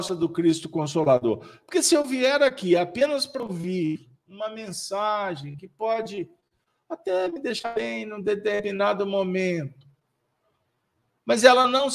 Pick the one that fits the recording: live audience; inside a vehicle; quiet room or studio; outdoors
live audience